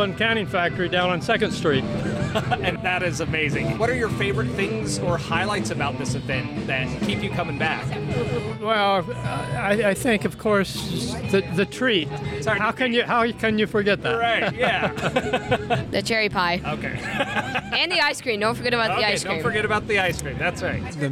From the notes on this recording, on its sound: Impressions at the Cherry Pie Celebration 2022. Visits the Annual Cherry Pie Festival and chats with Loveland residents.